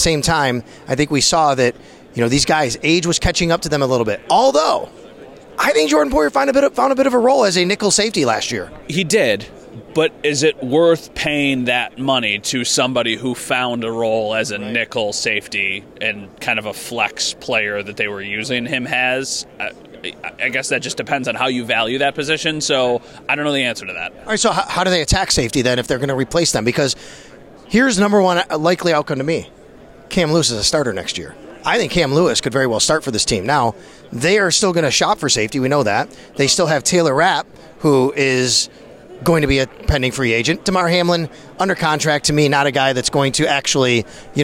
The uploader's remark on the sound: live again from the combine